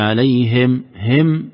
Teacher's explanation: عليهم خلي الهاء مكسورة أكثر